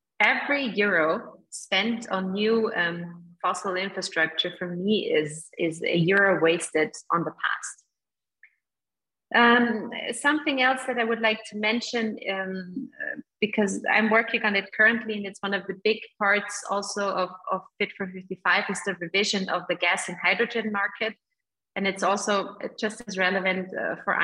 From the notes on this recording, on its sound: In this second event in a series of webinars co-organised by the IIEA and the European Parliament Liaison Office (EPLO) in Ireland, an expert panel of speakers discusses.